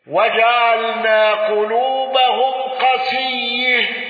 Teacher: حمزة بإمالة تاء التأنيث واندرج معه الكسائي